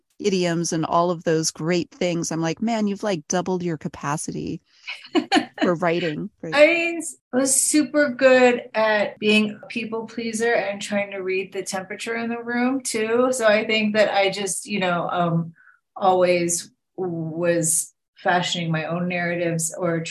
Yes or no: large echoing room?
no